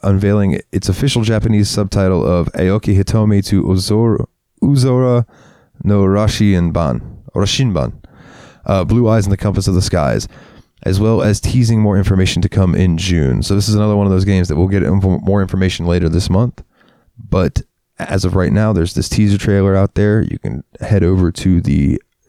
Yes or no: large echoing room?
no